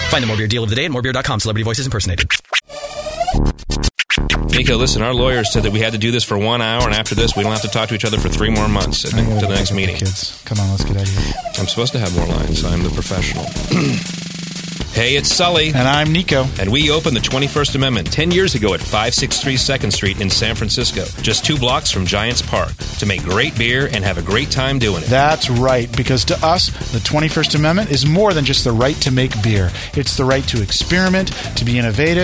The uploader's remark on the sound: Live From Club Night 2010